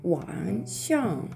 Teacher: す。これ発音記号はですね、網という最初の文字。これが WANG で第三声低く沈む音。そしてその後の上という文字が SHANG の第4声上から下に急降下する音になります。でこのあの SH で始まる音は反り舌音になりまして口の中で舌を反り上げてですね上向きに反り上げるようにしてその左右の隙間から息を吐いて芯を作ります。はい、なのでここでは「ワンシャン」というふうに低く沈んでそしていきなり上から急降下するというね3声4声の組み合わせになります。でどちらもですね最後最後の音が NG で終わっていますので日本語のカタカナで書くとですね「えー、ワン」とかね「シャン」とかね「円で終わるいうふうにあの聞こえるかもしれないですよそういうふうにあのカ